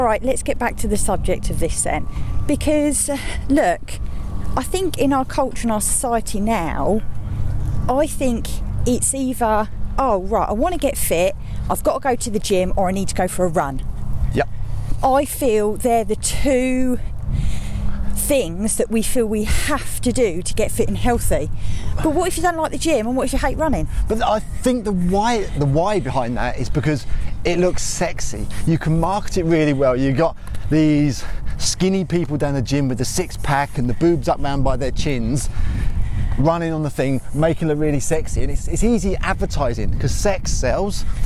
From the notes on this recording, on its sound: On todays walking podcast